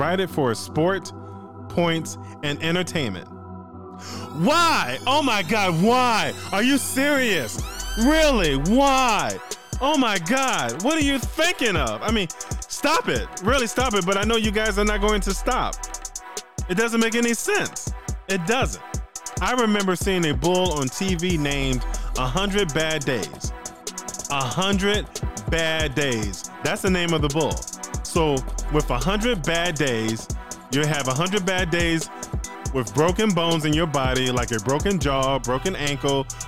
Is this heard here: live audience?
no